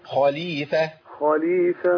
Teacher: والخاء عندي هنا في مرتبة عليها من التفخيم لأنها مفتوحة تبقى خاء مش خاء.